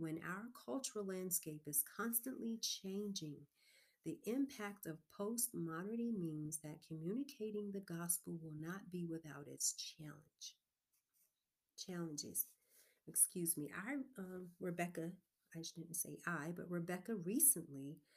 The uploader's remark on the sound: Due To Low Recording Session Headphones May Be Required In This Episode.